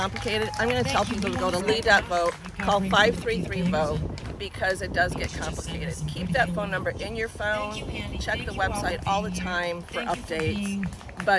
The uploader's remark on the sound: Was recorded live at the Second Annual Music Festival in Fort Myers.